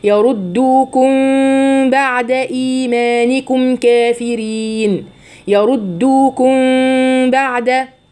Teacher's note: الميم الساكنه اللي في يردوكم بعدها باء متحركه، حكمها ايه؟ الاخفاء الشفهي بغنى مقداره حركتين